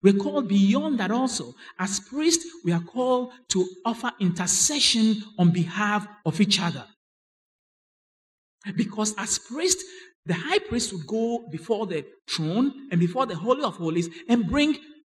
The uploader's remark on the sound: Sermon preached at CBC Adabraka Campus